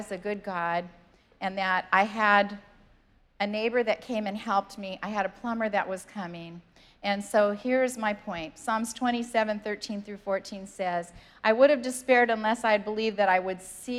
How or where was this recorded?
large echoing room